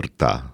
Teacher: ahol a r az egy szótagalkotó r